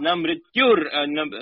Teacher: because of the visarga becoming ra so the visarga plus a became ra that ra becomes swarita